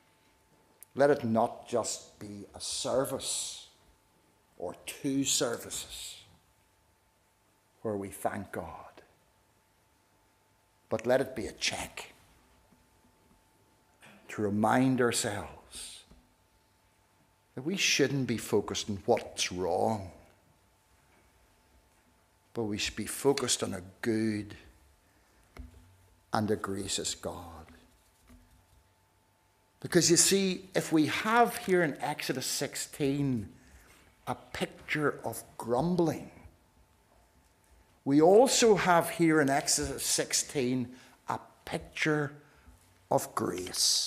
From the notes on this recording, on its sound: This is the recording of the Bible reading and sermon from our harvest evening service